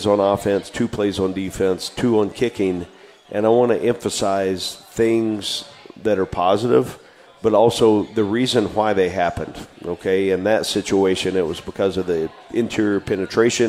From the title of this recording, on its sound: Radio Show at Parkway Tavern